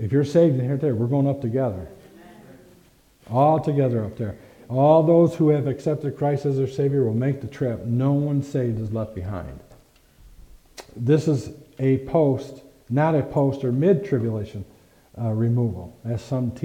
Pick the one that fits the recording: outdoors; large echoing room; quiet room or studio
large echoing room